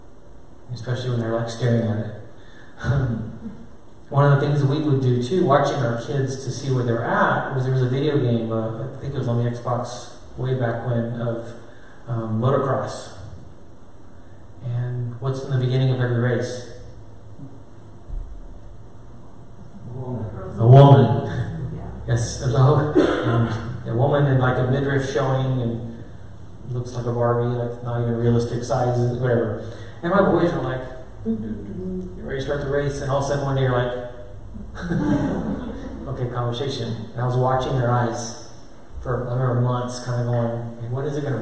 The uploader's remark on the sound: A session delivered to parents at a local Christian school in Oregon.